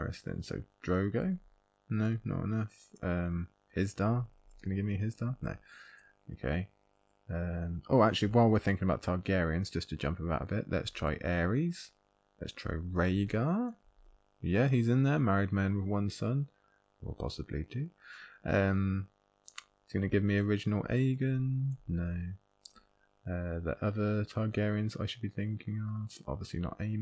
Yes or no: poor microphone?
yes